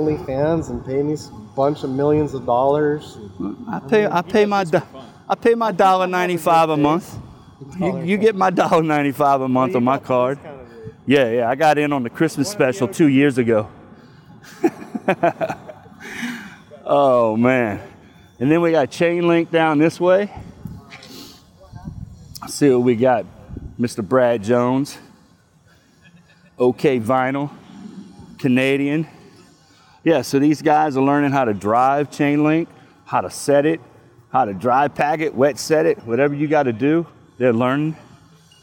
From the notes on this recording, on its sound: LIVE on location at the American Fence Association's University in Arlington, TX